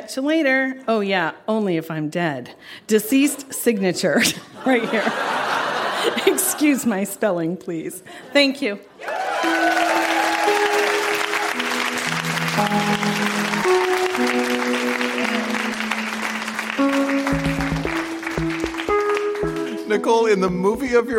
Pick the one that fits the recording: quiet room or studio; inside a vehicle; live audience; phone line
live audience